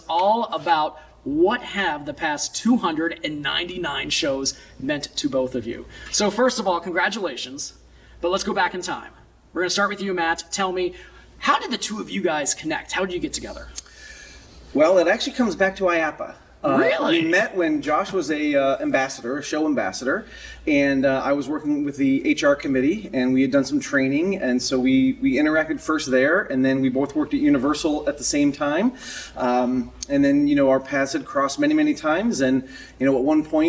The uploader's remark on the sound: Flew to Orlando and recorded this special episode in the lobby of IAAPA’s World Headquarters.